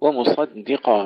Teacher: ترقيق الدال بين الصاد والقاف مفخمين